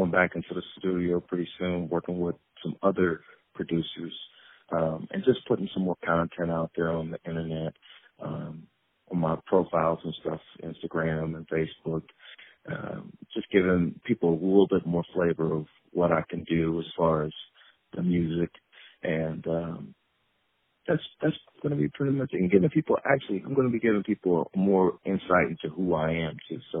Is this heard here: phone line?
yes